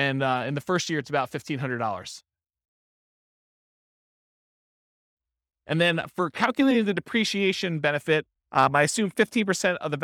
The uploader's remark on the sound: This was a live class recorded